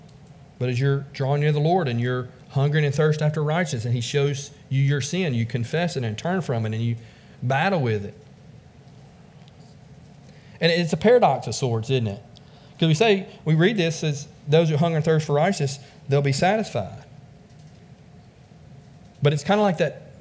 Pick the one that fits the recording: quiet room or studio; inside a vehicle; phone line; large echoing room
large echoing room